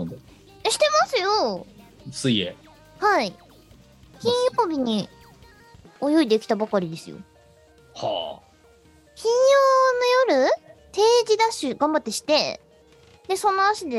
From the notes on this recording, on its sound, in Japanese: 本番組はリモート収録です。収録時環境の影響により、聴き取り辛い部分があります。月曜夜収録。収録時環境の問題により、一部会話が特に聴き取り辛くなっております。途中で激しくノイズ等入りますが、収録時のものです。